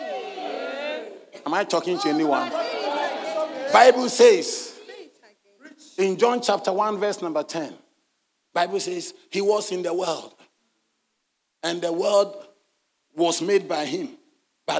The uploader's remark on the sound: At LCI Mega-Church in Cape Town, South Africa.